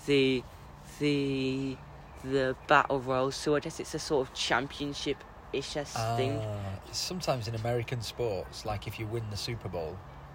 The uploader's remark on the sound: This episode is recorded outside next to a fishing lake, and you may hear some bird song and some ducks quacking nearby. This is a young person and his dad recording a podcast.